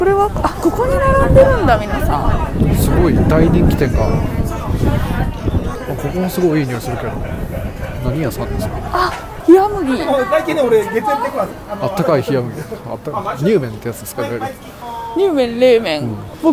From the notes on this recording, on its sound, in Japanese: 愛知県豊橋市で開催された水上ビルの朝市に参加してきました。初めてのインタビューに我々も少し緊張しましたが、お店の方々がとっても優しく温かかったので素敵な収録ができました。食べ物に音楽、アートや植物など、様々な物が出展される朝市。